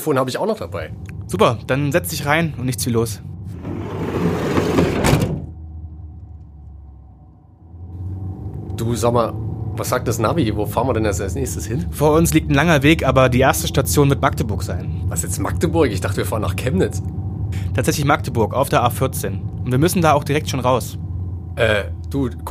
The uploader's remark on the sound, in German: Dein hörbarer Roadtrip zum MACHN Festival for Tech, Business & Art